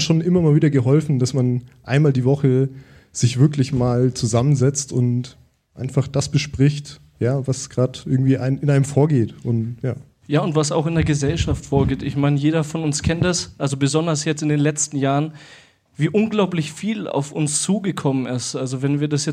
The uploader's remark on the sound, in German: Hatten wir unseren ersten Liveauftritt! Im Afterwork in Nürnberg hatten wir die Ehre, vor dem besten Publikum, in einer coolen Location und in der Gegenwart von tollen Unterstützer*innen eine Good News Folge aufzunehmen.